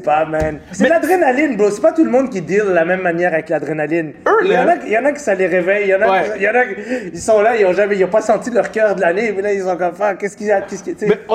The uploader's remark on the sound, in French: Live du Centre Bell.